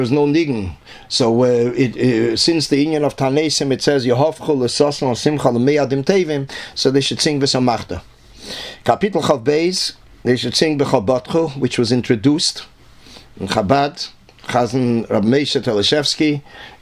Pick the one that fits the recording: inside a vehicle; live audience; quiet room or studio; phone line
quiet room or studio